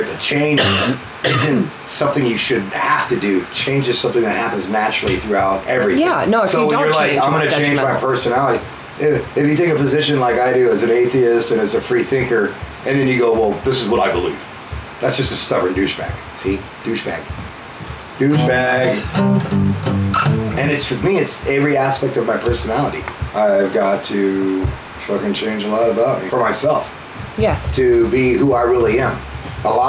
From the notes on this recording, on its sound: I recorded it on my computer.